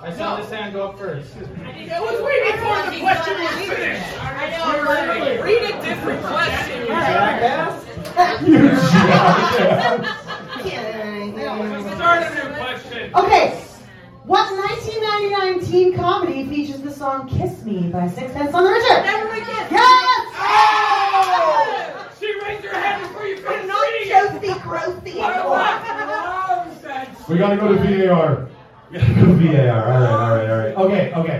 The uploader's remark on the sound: Live From Wee Johnny's The Secret Santa Debate. All 4 of them must prove to the crowd who the best secret santa shopper is.